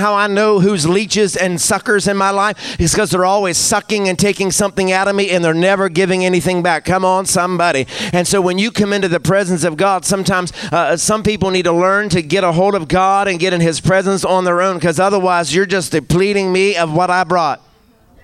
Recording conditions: large echoing room